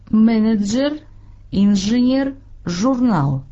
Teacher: Tämä on soinnillinen suhuässä.